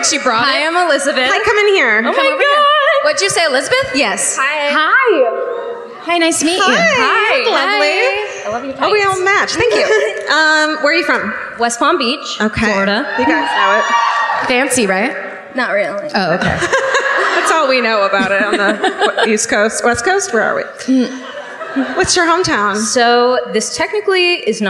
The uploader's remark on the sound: Live at the Tampa Theatre in Tampa